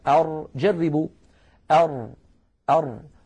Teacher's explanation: نعم يصطدم طرف اللسان مع ما يحاذيه من الحنك الأعلى، لكن يبقى هنا في الوسط يبقى فرجة بسيطة، فتحة بسيطة، لأن اللسان مقعر هكذا، اللسان مقعر هكذا. · Term: حرف الراء